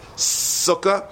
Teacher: The word sukkah, the samach, uses the teeth. You make a samach with using your teeth, sukkah.